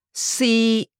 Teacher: The third tone is a mid-tone. It's pronounced in the middle of your range and is steady.